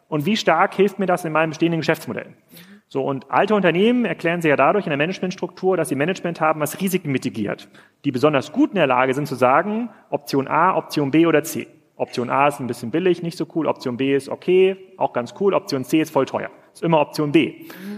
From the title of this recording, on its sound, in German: live vom POL